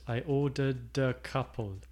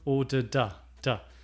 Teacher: Notice that the D at the end of ordered goes to the word a.